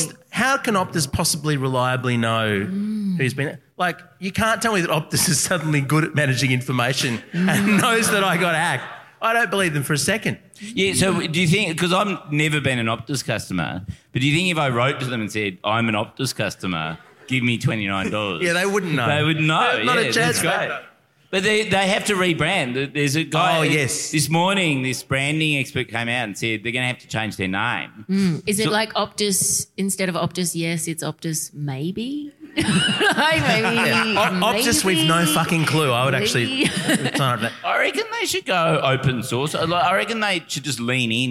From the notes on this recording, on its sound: LIVE at Grapes of Mirth. At the Grapes Of Mirth festival!